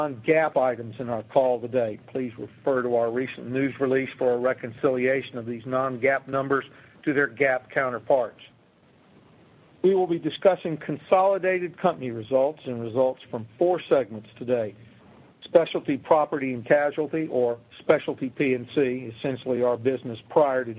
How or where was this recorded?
phone line